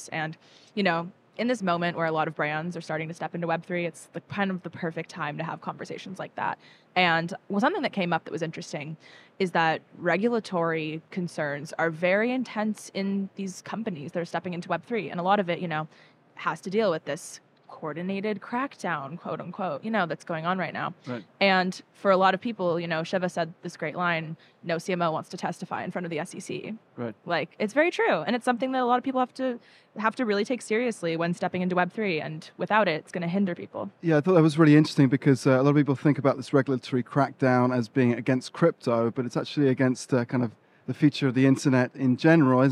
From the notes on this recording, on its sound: Live from Consensus 2023. Sit down for a live, in-person conversation on all things Consensus 2023.